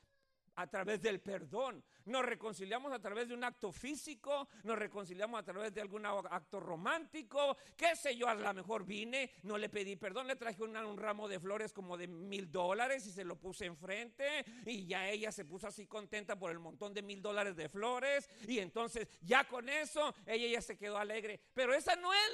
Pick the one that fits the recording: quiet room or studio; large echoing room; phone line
large echoing room